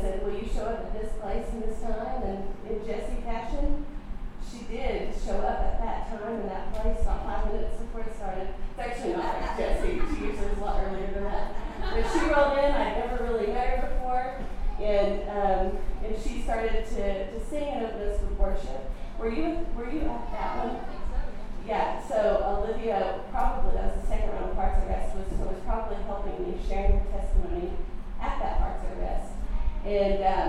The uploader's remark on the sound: recorded at our June monthly gathering